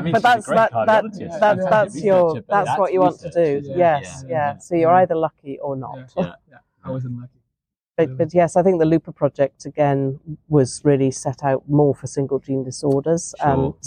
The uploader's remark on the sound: Live Special, from ECVIM Congress 2023. Recorded live at ECVIM Congress in 2023.